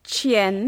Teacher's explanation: So qian, that is the second tone. So we go up qian.